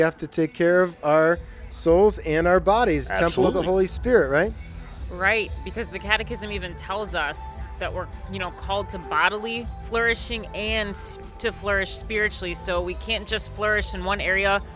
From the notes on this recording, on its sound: On Location at Becoming Fire: The Vocation Office's Outdoor Festival.